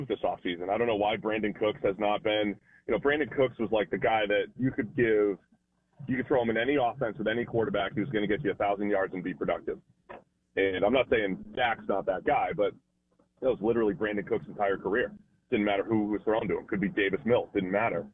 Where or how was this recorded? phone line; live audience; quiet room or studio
phone line